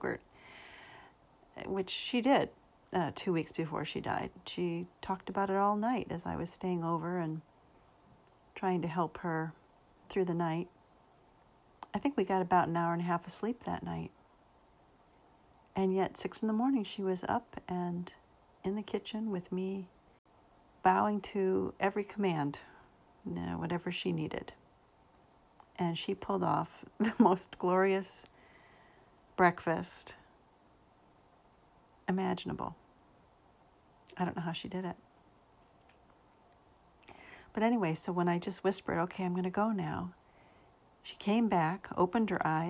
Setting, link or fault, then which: fault, sounds in the background